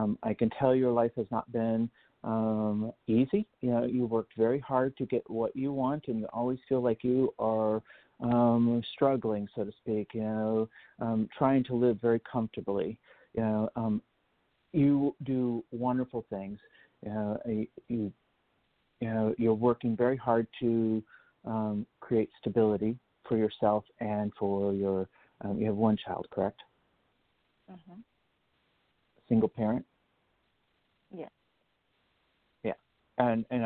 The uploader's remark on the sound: An international live show where callers can get psychic-medium readings